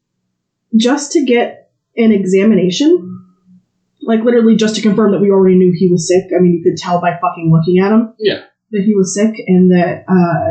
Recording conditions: poor sound quality